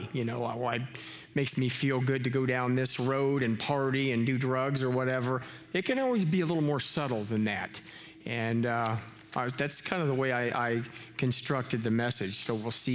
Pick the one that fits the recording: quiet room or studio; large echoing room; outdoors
large echoing room